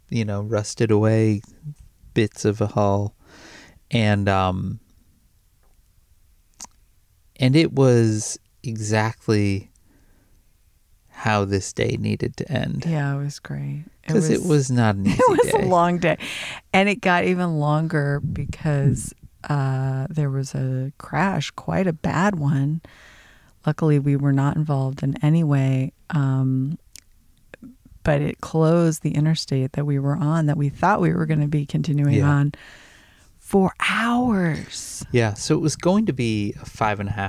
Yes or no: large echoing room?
no